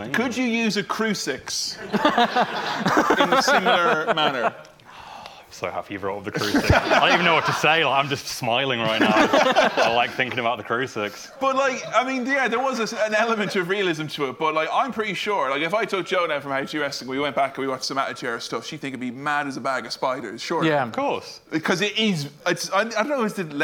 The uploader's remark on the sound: As part of the London Podcast Festival. Took to the stage in Kings Place Theatre. Featuring a Q&A with fans!